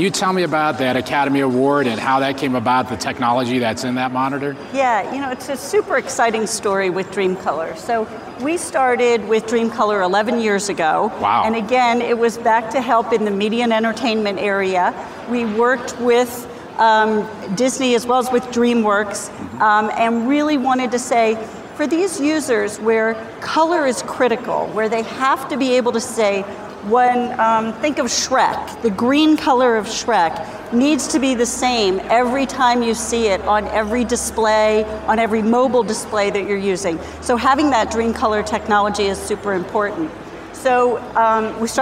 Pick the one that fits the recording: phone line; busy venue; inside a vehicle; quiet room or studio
busy venue